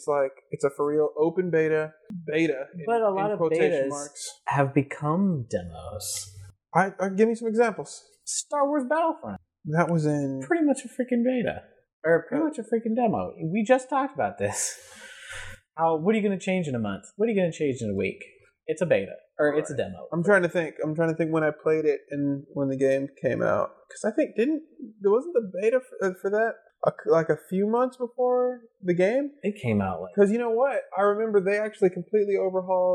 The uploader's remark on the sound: This episode was one of the first we recorded, so please be extra forgiving of the sound quality.